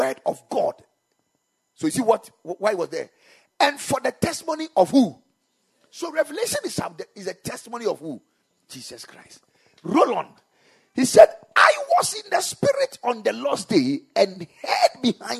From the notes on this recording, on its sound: Preached at the Kingdom Sight Service.